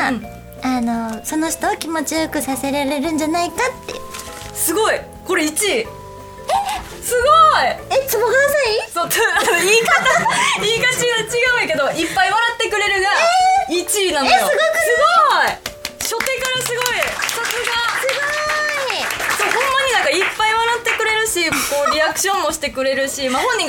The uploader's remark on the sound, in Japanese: 約1年ぶりの公開収録です！